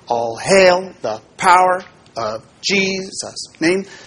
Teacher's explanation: So this particular pattern has an unstressed and then a stressed. So if we are doing All Hail the Power of Jesus' Name, the first syllable is unstressed and the second one is stressed.